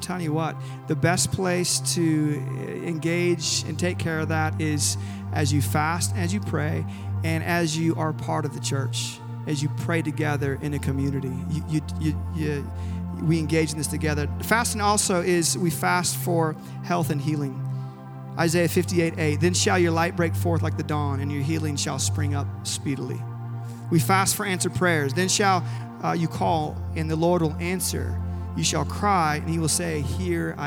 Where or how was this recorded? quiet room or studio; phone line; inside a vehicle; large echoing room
large echoing room